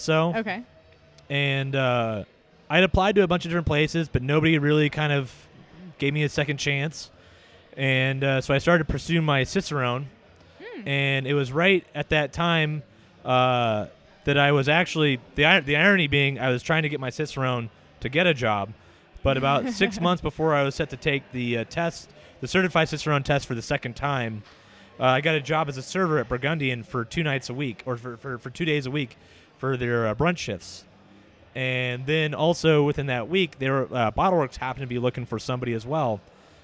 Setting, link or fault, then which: setting, busy venue